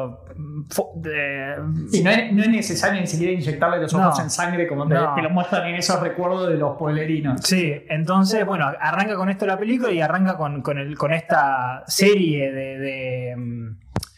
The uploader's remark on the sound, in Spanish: el audio salio con un poco de eco